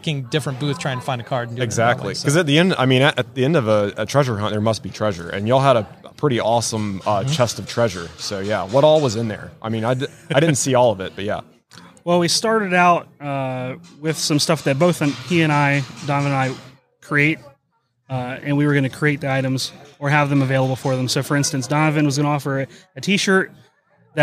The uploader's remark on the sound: LIVE from WORKBENCHcon 2022